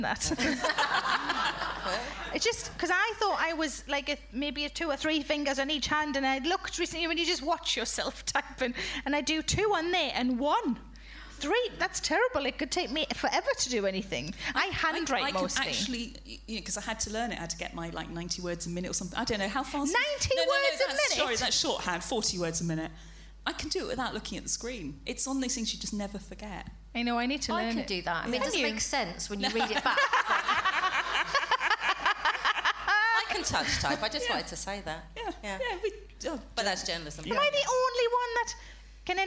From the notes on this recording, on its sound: Recorded at the Firebug, Leicester on February 11, 2017, as part of the Leicester Comedy Festival.